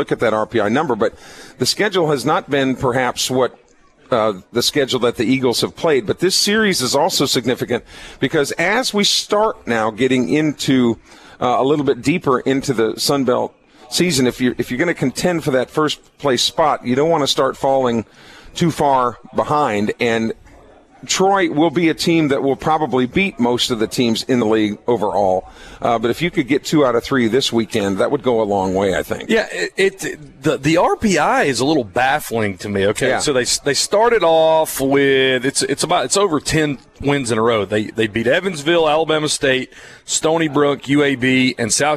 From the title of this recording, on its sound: Broadcasting From Ramey Motors In Purvis, Mississippi